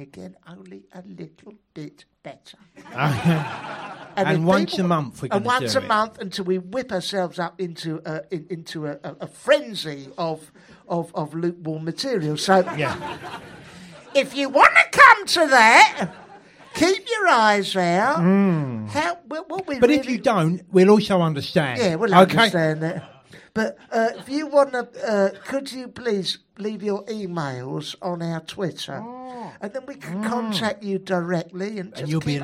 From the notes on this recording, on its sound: Live potcast, recorded LIVE in London's 'glittering' West End, in front of Princess Margaret and an audience of newlweds, Welsh people and birthday celebrants.